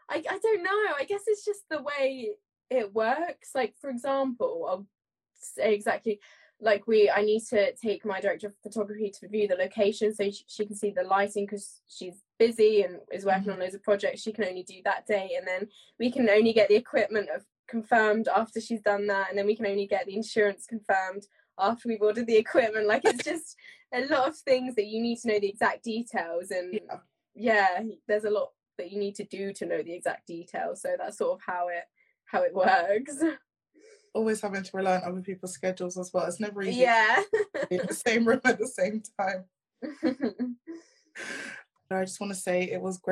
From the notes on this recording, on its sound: live Instaview with actor, director and mental health ambassador